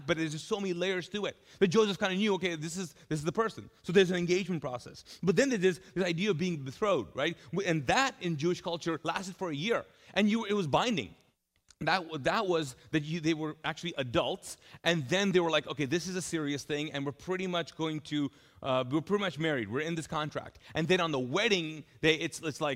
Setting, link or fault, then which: setting, large echoing room